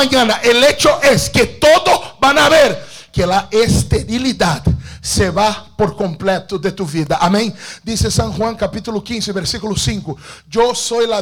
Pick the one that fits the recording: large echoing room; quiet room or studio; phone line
large echoing room